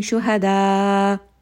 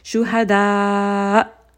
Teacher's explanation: So we learned that anytime there is a med followed by hamza with a sukun, this is going to be a nabar here. So we will raise the voice lightly in order not to drop that hamza · Shown in: second take · So instead of saying shuhada, I will say shuhada.